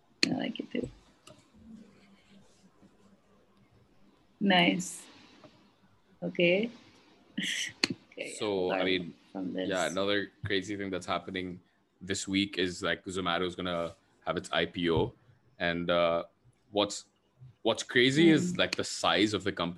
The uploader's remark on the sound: A zoom-side chat